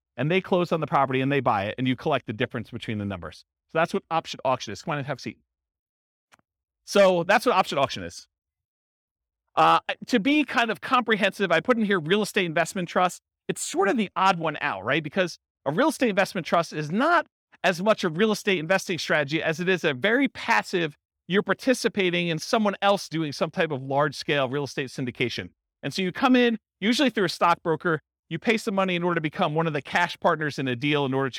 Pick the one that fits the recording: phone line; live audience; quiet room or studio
live audience